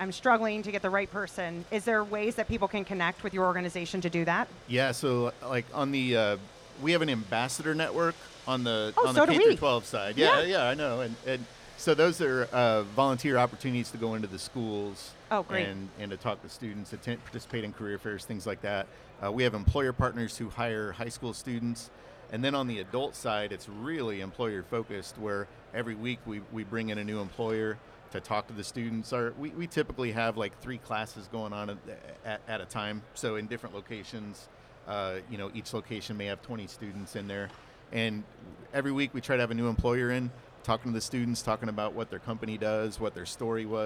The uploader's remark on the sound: LIVE from The WWETT Show 2024